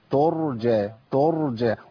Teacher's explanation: الراء عندي هنا ساكنه لازم ابين فيها التوسط ومشي الصوت شويه